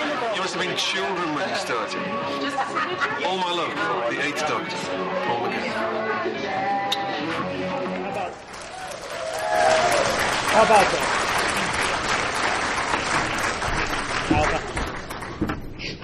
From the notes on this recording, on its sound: Doctor Who: Podshock Live Show recorded on stage at Gallifrey One's Catch 22: Islands of Mystery. In Los Angeles, California.